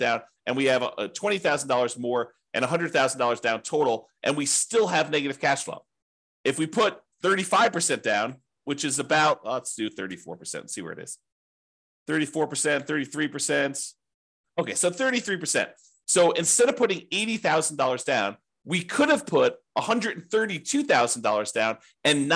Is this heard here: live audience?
no